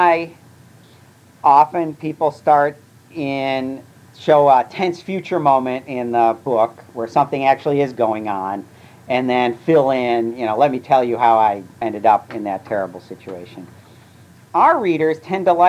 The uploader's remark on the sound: An excerpt from the lecture. At Odyssey in the summer of 2010.